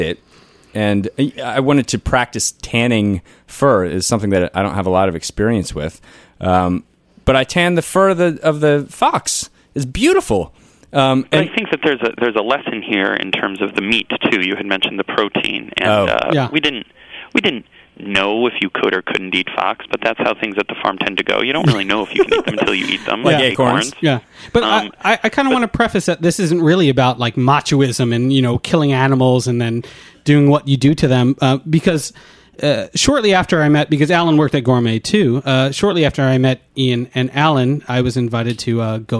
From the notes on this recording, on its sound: calling in with some anecdotes